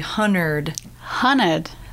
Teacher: So we have odd words like hundred in parts of the South and the Midwest. We say hunnard.